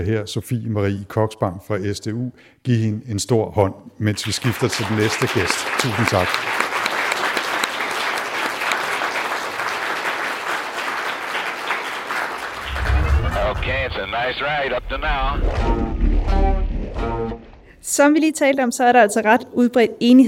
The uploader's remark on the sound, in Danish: RumSnak LIVE. Vi har hele tre gæster med i auditorie O-100 på Syddansk Universet, foran et levende publikum.